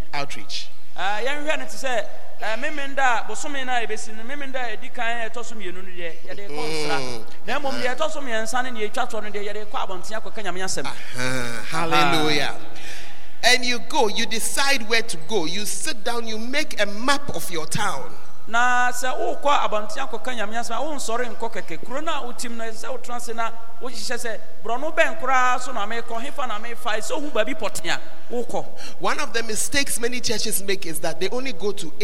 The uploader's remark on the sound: on Day 2 Morning at The Art of Evangelism Conference, CPIC-Dormaa Ahenkro